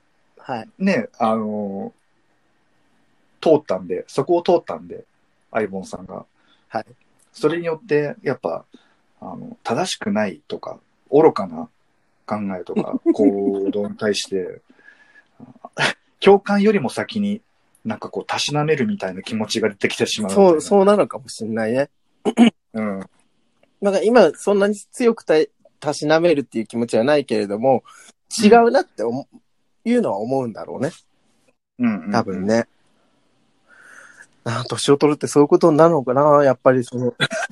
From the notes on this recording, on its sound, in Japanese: 最初から二人のタイミングがずれずれのリモート収録です